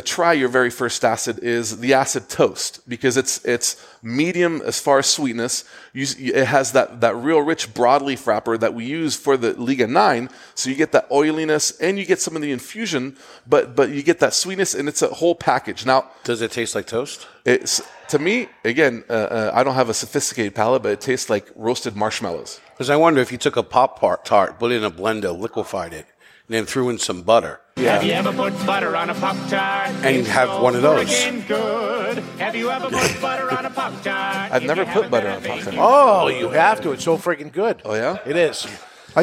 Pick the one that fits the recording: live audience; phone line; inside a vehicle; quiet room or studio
live audience